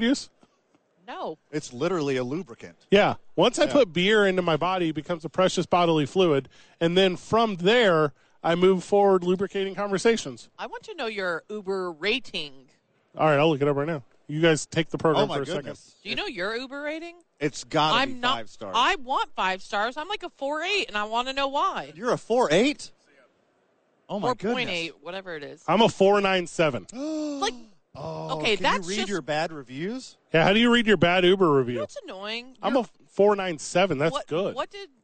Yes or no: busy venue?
yes